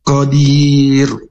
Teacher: huruf qaf ini makhrajnya di pangkal lidah bertemu dengan langit-langit lunak dan dibaca tebal